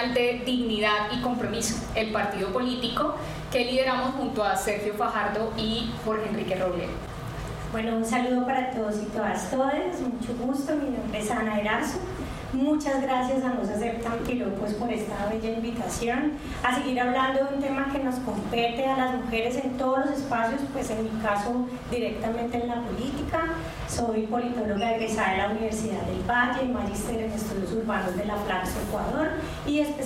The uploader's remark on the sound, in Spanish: Este podcast es el audio editado de un conversatorio que tuvimos el jueves 12 de octubre de 2023 en el marco de la Semana por la Democracia en la Universidad Icesi.